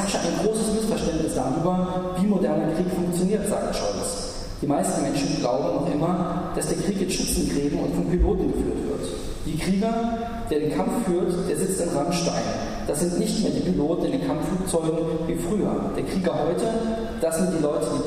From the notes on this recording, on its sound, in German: In einem Vortrag in der Uni Freiburg